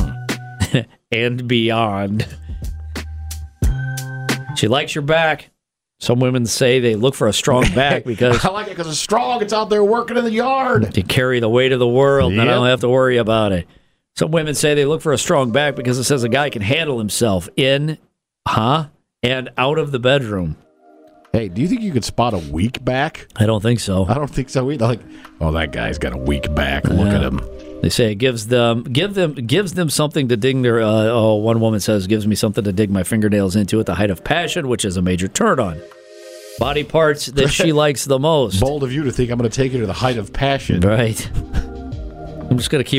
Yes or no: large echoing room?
no